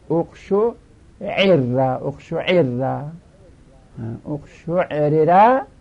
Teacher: اون وقت رای اول ساکنه در دومی ادغام میشه